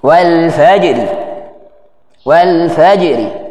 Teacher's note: raum sahaja sebagian dari kasrah menjadi tarqiq